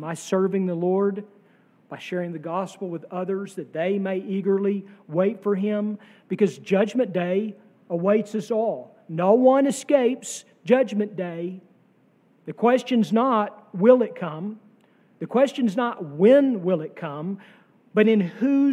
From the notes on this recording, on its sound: sermon from our worship service on June 18, 2023